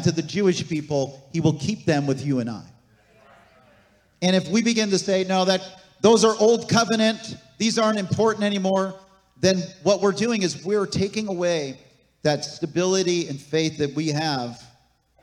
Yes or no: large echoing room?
yes